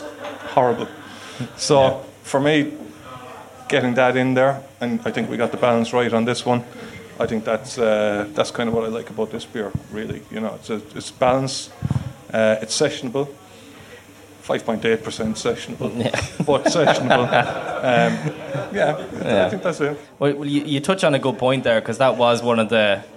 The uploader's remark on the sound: Live at The Circular. We hosted this live event in The Circular in Dublin 8 on November 30th.